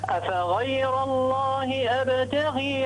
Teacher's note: رقق الغين لأنها مكسورة